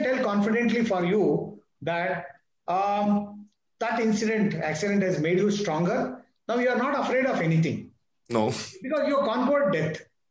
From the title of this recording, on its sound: Audio recording of the video conversation